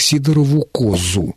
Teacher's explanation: на самом деле действительно ударение идет на первый слог, хотя словарь подчеркивает, что возможно и смещение ударения. · Term: ударение на первом слоге